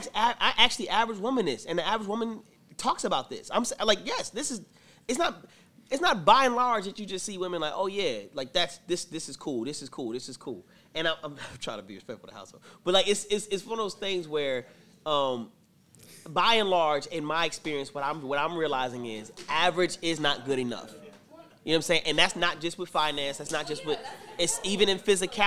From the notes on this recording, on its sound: questions given by the live studio audience